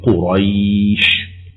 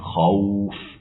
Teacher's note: فأنت عند الوقف تطيل الصوت لأنه أصبح عارضا للسكون، فهذا معنى إطالة الصوت. · Term: حرفي اللين